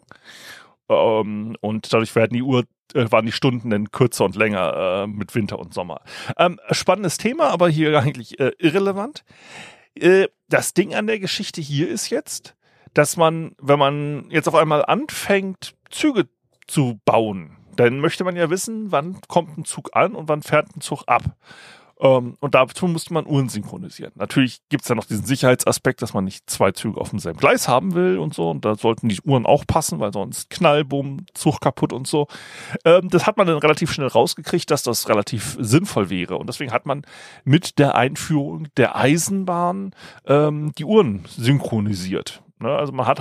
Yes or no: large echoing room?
no